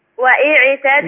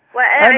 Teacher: الألف عليها فتحة. أنا اسمي أحمد مش إحمد · Shown in: second take